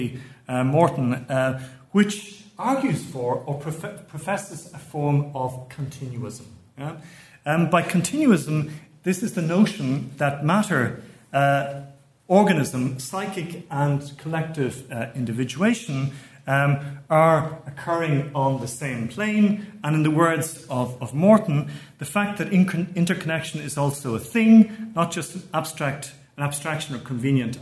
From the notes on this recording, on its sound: keynote lecture as part of the HI's 2018 Postgraduate Scholars Conference